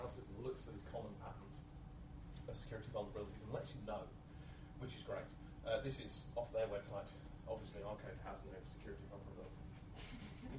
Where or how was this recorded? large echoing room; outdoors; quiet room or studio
large echoing room